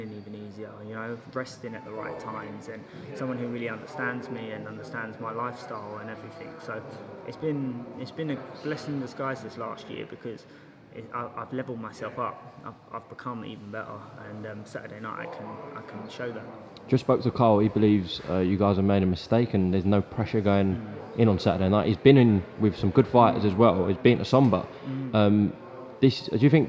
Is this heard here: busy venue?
yes